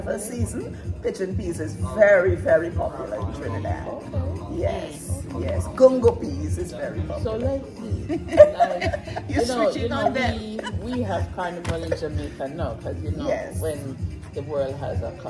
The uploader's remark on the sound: OSO STEELPAN PANORAMA LIVE COVERAGE INTERVIEWS. Interview highlights from OSO's Live Coverage of the Steelpan Panorama Finals.